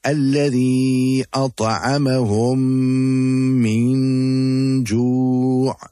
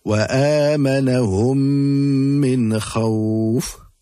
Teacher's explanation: the two memes become incorporated and will be recited with ghunna · Term: idgham shafawi mim sakin